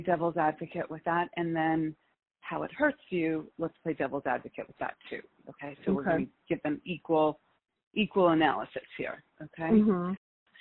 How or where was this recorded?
phone line